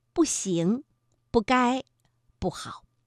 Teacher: 如果不字呢，是在阴平、阳平以及赏声之前，依然念本调，去声